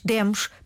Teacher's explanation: Demos, pretérito perfeito indicativo. Com o E mais aberto.